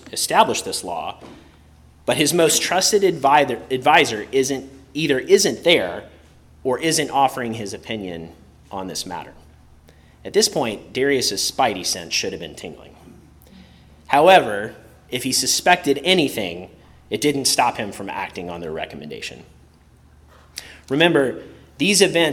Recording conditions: large echoing room